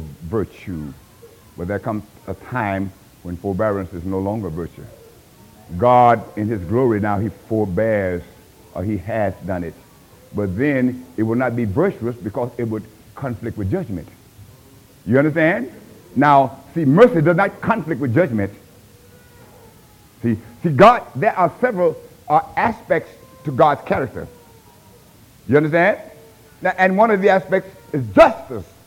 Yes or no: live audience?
yes